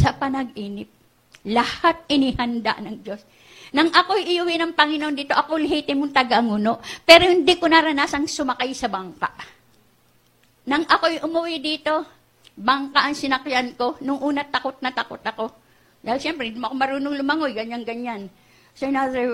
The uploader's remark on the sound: This message is recorded live February 9 2020, 9:00am.